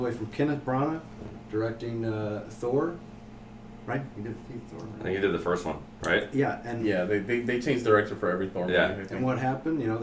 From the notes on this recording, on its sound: New microphones, microphones fucking up. We have a new microphone for this episode but unfortunately it was our first time testing out. It's not the best of quality.